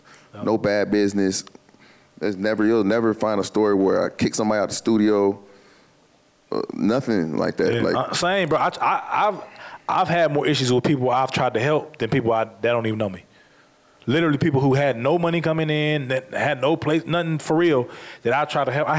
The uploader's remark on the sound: This episode was recorded live in July 2023. Amplifier is filmed and recorded in front of a live audience at the Radio Milwaukee studios in Milwaukee, Wisconsin.